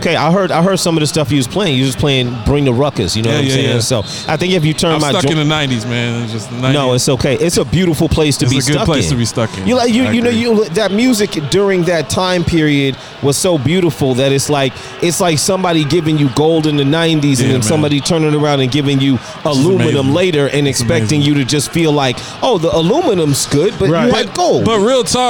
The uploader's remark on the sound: Live fro Dave & Buster's.